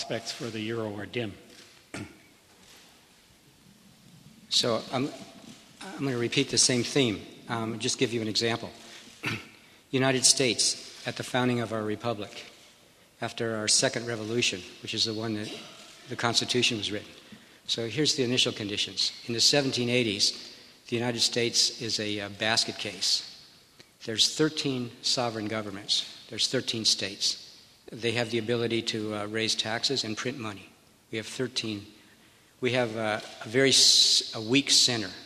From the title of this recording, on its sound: Press conference